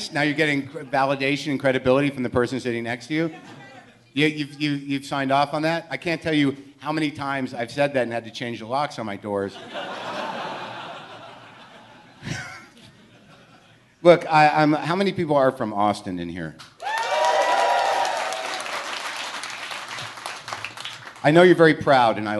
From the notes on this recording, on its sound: WTF crashes the SXSW Interactive festival with a live show overflowing with guests.